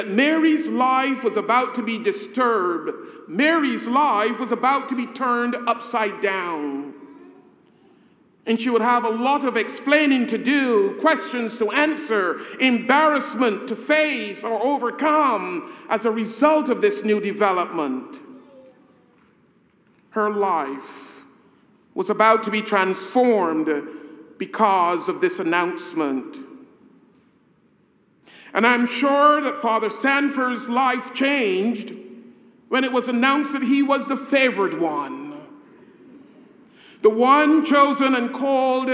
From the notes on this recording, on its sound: A homily preached on the occasion of the Installation